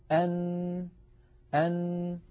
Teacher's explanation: عندما يقرع طرف اللسان منطقة اللثة يخرج حرف النون هكذا أن، فبعد أن يقرع مخرج طرف اللسان ما يحاذيه من اللثة من غار الحنك الأعلى ينقفل كل هذا المكان ولا يعود يمر من هذا المكان ولا ذرة صوت، فيتحول الصوت عن طريق التجويف الأنفي وهو ما يسمى بالخيشوم، فيخرج الصوت عن طريق فتحتي الأنف. إذن حرف النون يتألف من جزئين رئيسين، الجزء الأول طرف اللسان يقرع ما يحاذيه من غار الحنك الأعلى، بعد هذا القرع ينحبس الصوت في هذا المكان ويتحول المجرى عن طريق الخيشوم، فمجموع هذين العملين يشكل حرف النون.